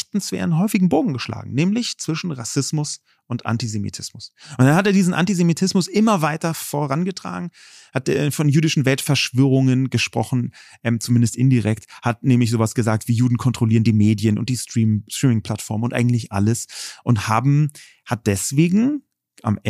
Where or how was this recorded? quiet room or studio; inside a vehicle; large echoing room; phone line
quiet room or studio